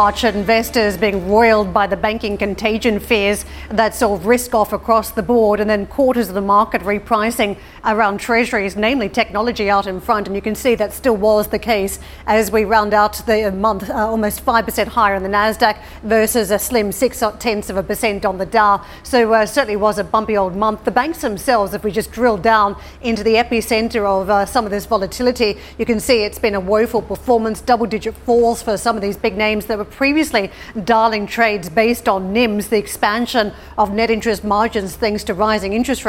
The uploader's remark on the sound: We are live on the shores of Lake Como, Italy